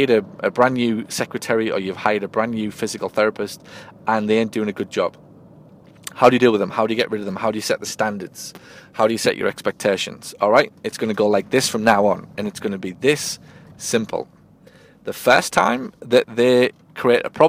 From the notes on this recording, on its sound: It's the end of my “Q3” Meeting and I’m driving back to my home town of “Hartlepool”, reflecting on my learning from the event.